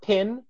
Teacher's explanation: In pin, the P is aspirated with a small puff of air.